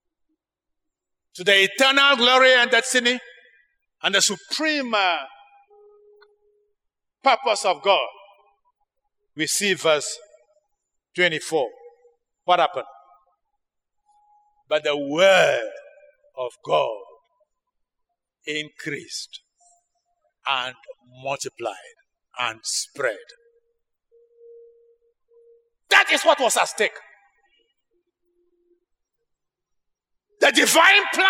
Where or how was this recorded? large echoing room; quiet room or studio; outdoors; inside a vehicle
large echoing room